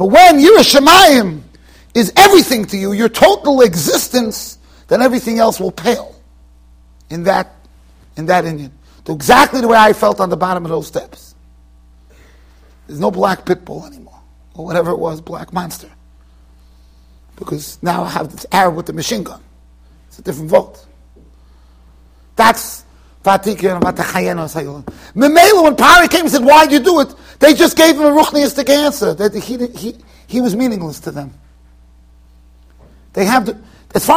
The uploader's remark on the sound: Shiur recorded in Yeshivas Ohr Reuven, Monsey NY.